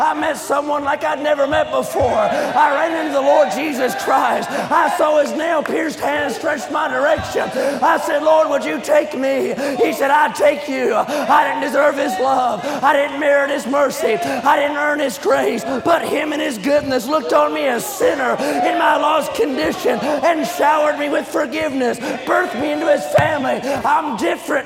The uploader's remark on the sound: during the Sunday Evening service of the 38th Annual National Pastors' & Workers' Conference in Santa Clara, California